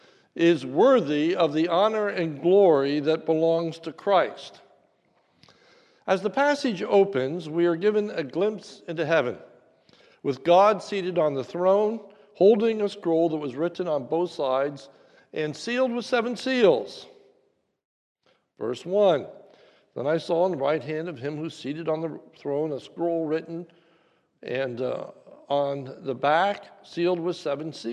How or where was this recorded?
large echoing room